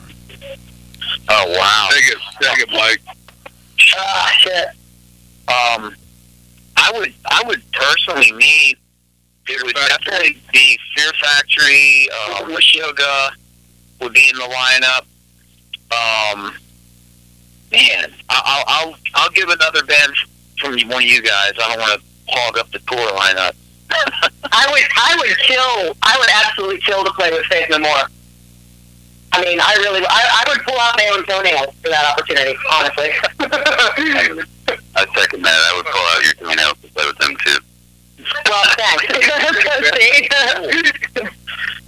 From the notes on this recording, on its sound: Called in live on The Zach Moonshine Show.